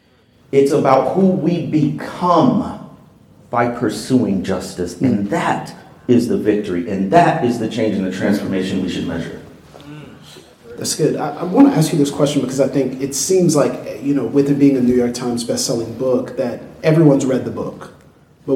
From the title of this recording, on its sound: The Color of Compromise 5-Year Anniversary LIVE Event